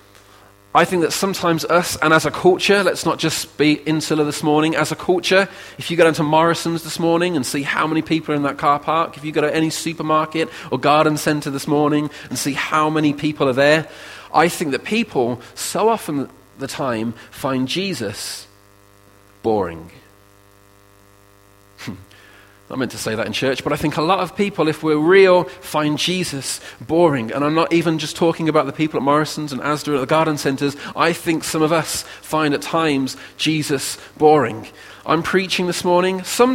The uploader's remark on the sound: Recorded at freedomcentre church, Preston on Sunday 16th October 2016